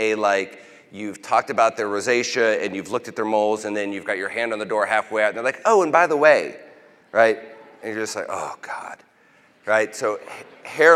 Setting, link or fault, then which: setting, large echoing room